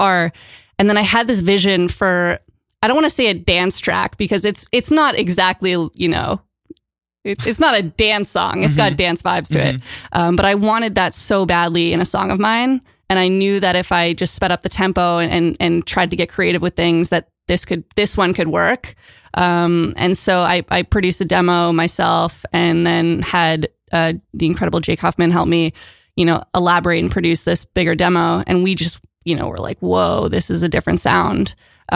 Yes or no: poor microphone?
no